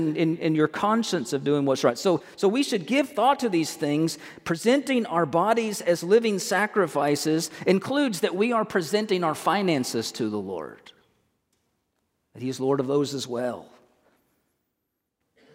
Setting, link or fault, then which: setting, large echoing room